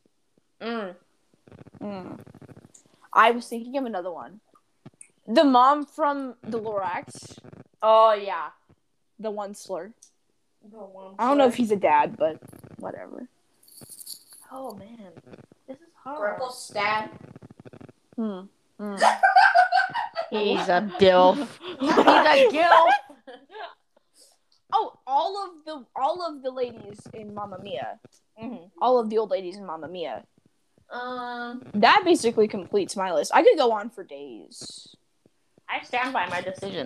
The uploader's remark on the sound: We apologize for the technical difficulties in this episode